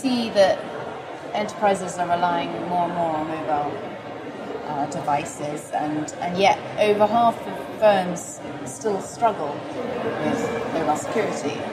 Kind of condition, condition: setting, busy venue